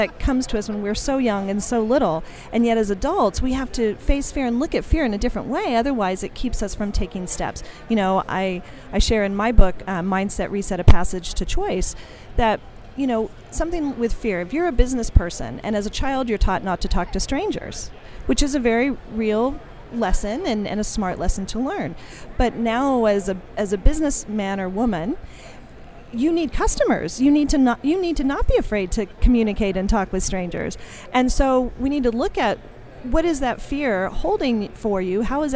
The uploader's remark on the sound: LIVE on day 2 of the #SageSummit !